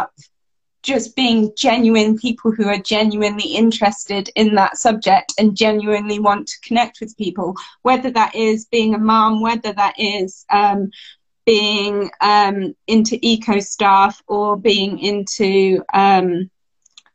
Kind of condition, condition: link, video call